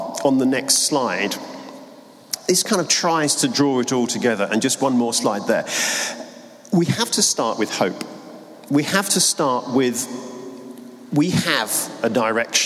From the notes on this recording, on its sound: Keynote from the Mind and Soul "Running On Empty" conference.